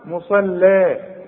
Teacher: أنا عاوزك بقى تطلع اللام دي زي الحرير، مرققة قوي